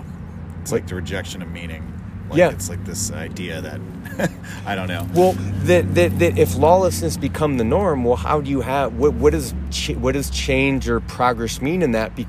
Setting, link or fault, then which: setting, outdoors